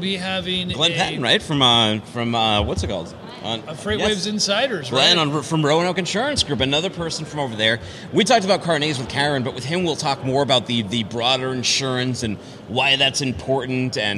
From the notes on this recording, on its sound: Air Cargo 2020 Nashville. We're coming to you live from Air Cargo 2020 in Nashville.